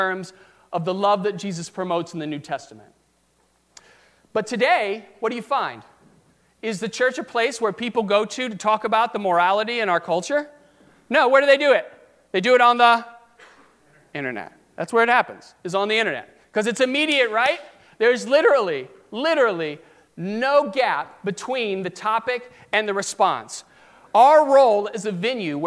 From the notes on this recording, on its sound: during the 9:00 AM service on Sunday May 13, 2018, at First Presbyterian Church of Arlington Heights, Illinois